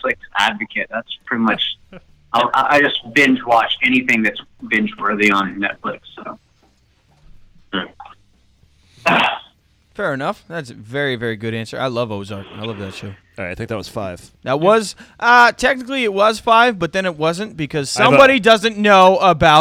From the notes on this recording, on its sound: Phone in interview